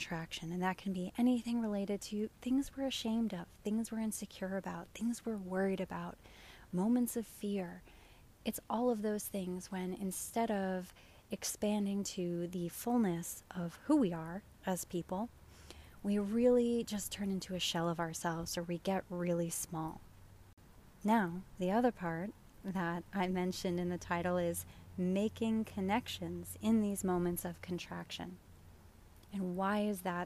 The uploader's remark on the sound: Live from my backyard! I laid in the grass of my backyard and soaked up the sunshine while recording this week's episode, sacrificing audio quality.